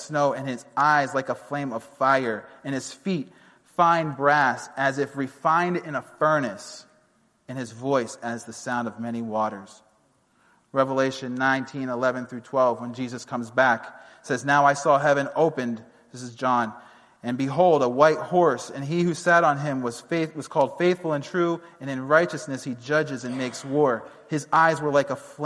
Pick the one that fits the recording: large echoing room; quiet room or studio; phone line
large echoing room